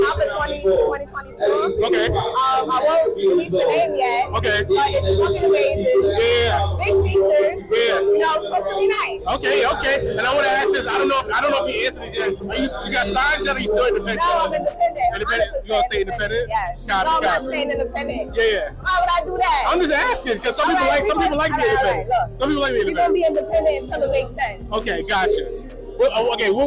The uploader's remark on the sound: live at the Military Grind Ten Tape Concert